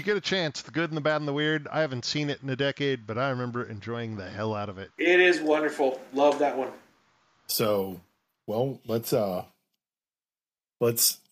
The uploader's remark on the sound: (Test Session). Still figuring this audio post-processing thing out, so be warned, it’s not great sound quality.